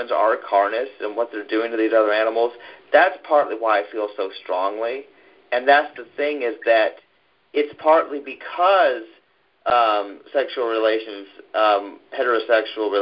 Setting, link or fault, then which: link, phone line